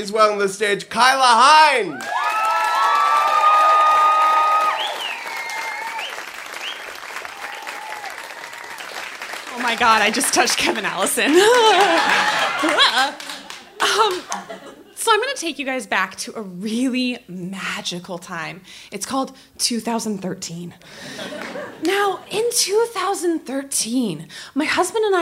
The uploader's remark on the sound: Live From Portland 2!